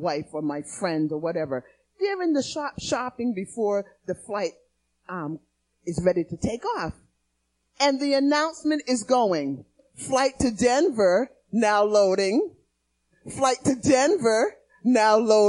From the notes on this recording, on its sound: Recorded on 2016-02-28 at the 08:30am Service